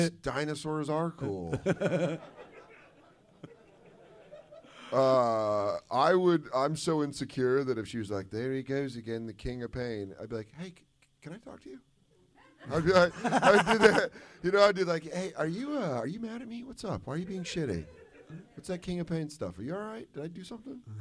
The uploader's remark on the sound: This episode was recorded live at Just For Laughs 42 in Toronto.